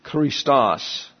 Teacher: accent on the second syllable